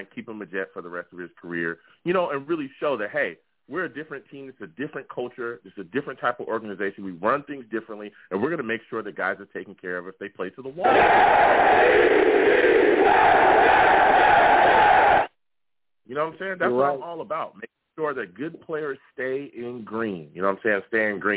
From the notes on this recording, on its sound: I’ll also take live callers!